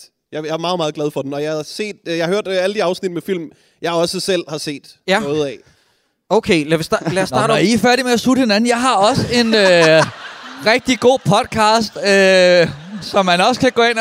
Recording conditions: live audience